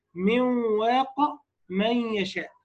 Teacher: ادغام النون الساكنه والتنوين في الواو والياء، وبتكون الغنه اقل درجه من المرتبه الاولى، اي في الوضوح حال الاداء، وهو ما عبر عنه العلماء بالمدغم ناقص التشديد او الادغام بالغنه الناقصه نحو ايه؟